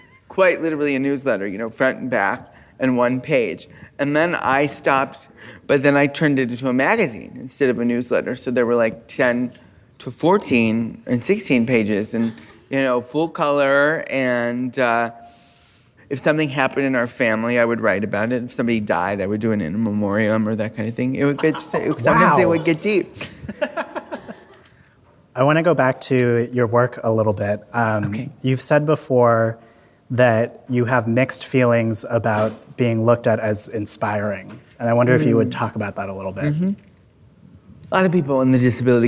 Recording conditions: live audience